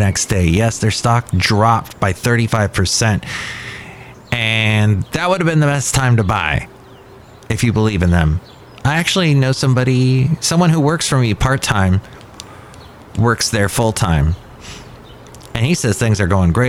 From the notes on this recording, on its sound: podcasts live from Café Anyway